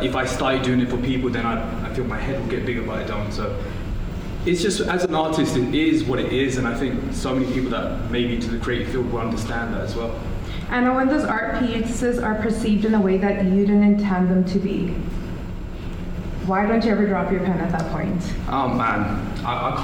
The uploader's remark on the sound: LIVE Interview at Puzzle Pieces Edmonton 2023